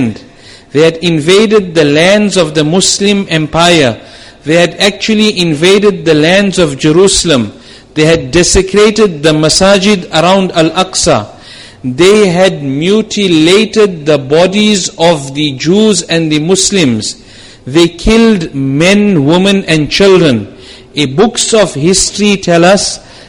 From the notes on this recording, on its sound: Jumuah lecture